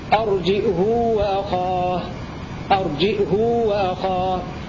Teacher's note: بزيادة همزة ساكنة وضم الهاء وصلتها بمقدار حركتين